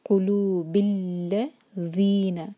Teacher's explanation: قلوب کے بعد جو ہمزۃ الوصل ہے وہ پروناؤنس نہیں ہوگا، ہم با کو لام سے جوڑیں گے اور لام پر شدہ ہے